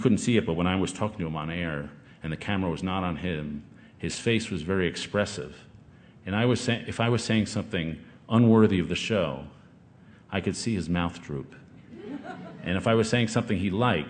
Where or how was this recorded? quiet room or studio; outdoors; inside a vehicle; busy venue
busy venue